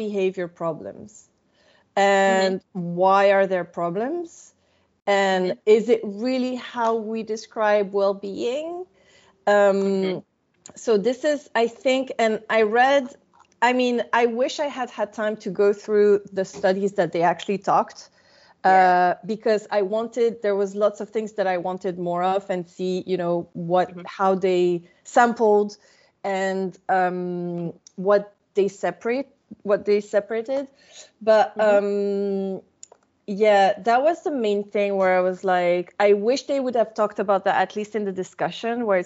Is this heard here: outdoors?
no